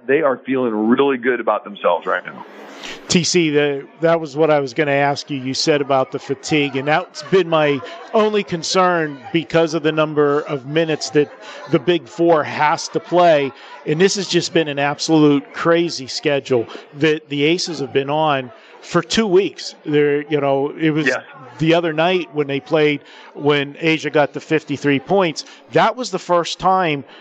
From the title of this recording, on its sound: Live from the Super Book at the Westgate Las Vegas